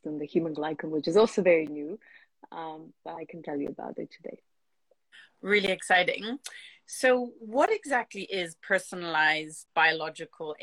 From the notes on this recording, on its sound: Today’s episode is from my Instagram Live deep-dive conversation